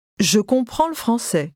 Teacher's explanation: although you are saying le français, the word le is very lightly pronounced